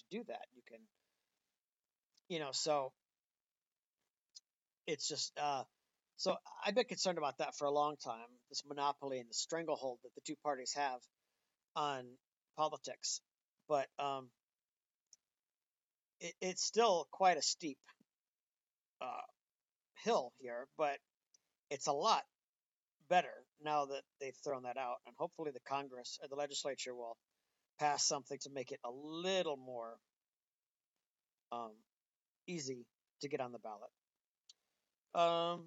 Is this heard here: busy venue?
no